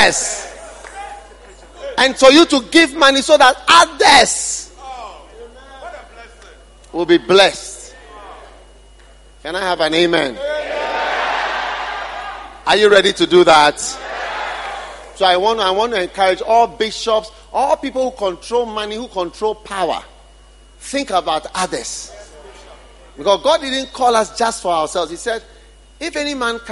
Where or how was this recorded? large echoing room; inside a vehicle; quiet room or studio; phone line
large echoing room